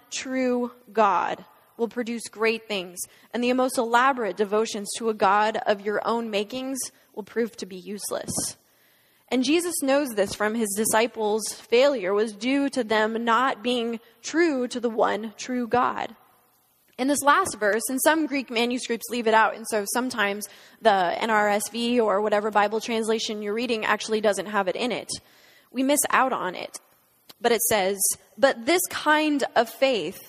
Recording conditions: large echoing room